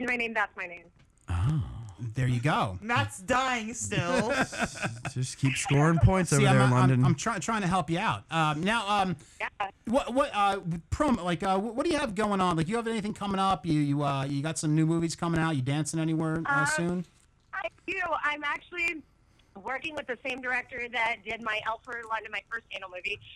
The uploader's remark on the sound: is on the phone